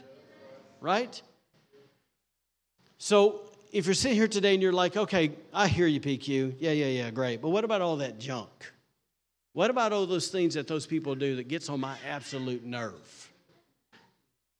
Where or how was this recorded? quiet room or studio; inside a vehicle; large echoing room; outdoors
large echoing room